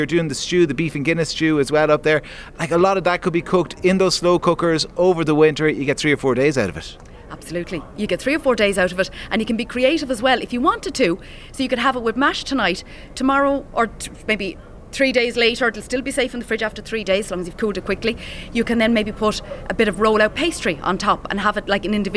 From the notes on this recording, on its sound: live from The Ploughing Championships